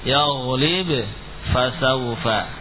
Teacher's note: Dalam riwayat hafiz dibaca izhar, muncul qalqalah dengan jelas.